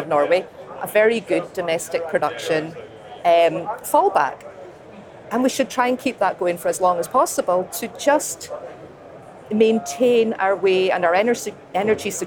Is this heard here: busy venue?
yes